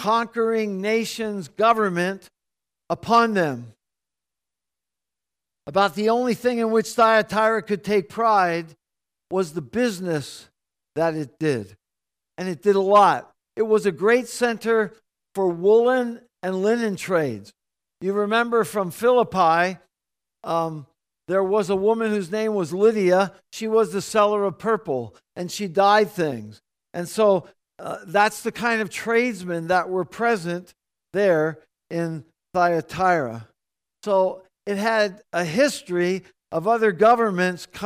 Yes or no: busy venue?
no